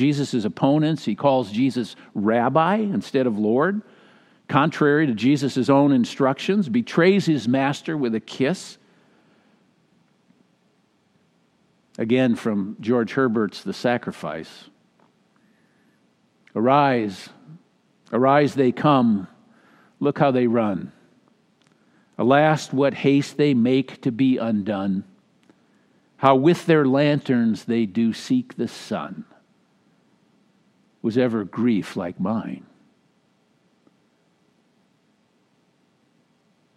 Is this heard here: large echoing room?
yes